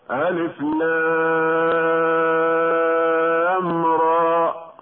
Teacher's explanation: أما الألف فلا مد فيها، والراء تمد مدا طبيعيا بمقدار حركتين